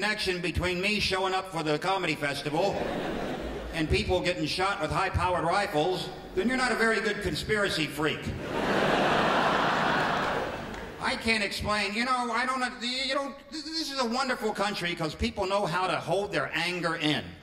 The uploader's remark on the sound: 2005 Melbourne International Comedy Festival Gala.